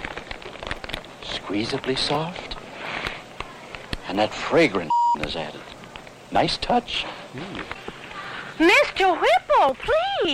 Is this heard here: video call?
no